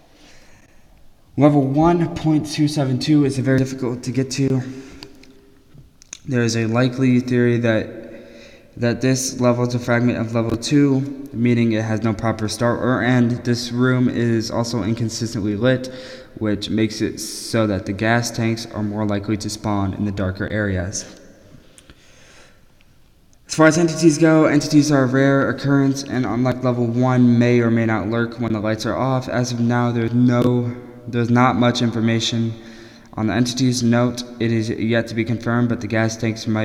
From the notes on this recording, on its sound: Sorry for the echo I am still working out everything It should be better next episode.